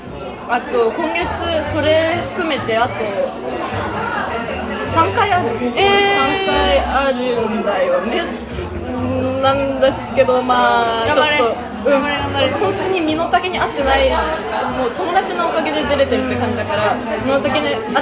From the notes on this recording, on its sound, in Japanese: 今回大分ガヤいです。ちゃんとした録音環境を作りたい、ピンマイク？いやしかしこのガヤガヤ感もいいのか？